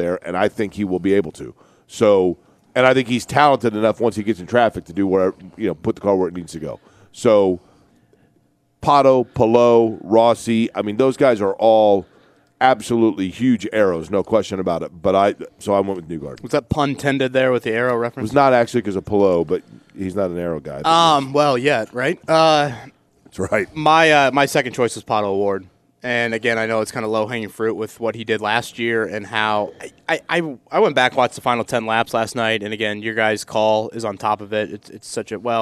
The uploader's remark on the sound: We’re LIVE AT CARB DAY!